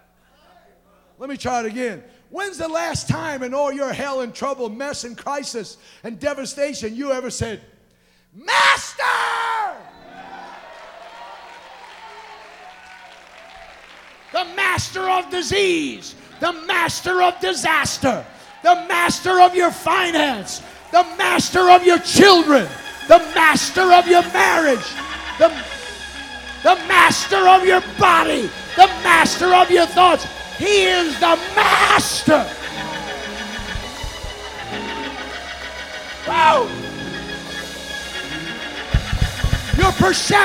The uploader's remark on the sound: Recorded Live: March 8th at EndTime Restoration 2013, Union City, Ca